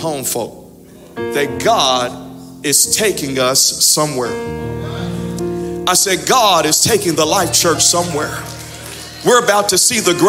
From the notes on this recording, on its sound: Audio from Sunday 11/28/21 Worship Service